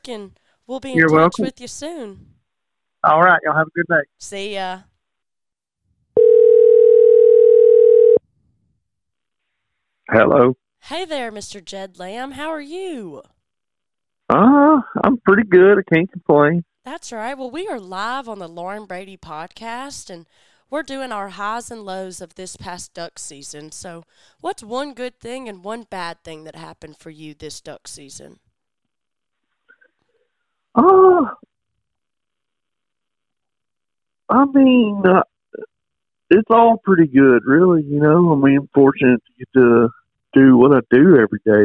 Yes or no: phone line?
yes